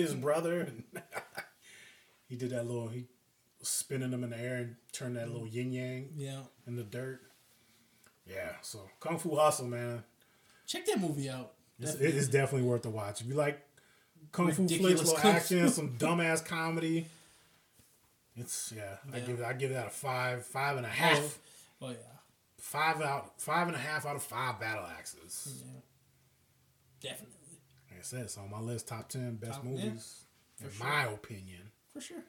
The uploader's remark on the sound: This is kind of a raw cut I edited this and the audio got messed up so instead of re editing I'm just putting it out. All the long pauses and fuck ups.